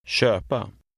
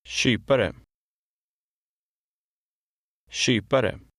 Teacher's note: When the letter K is followed by a soft vowel, it makes a soft sound, like the letters SH in shop.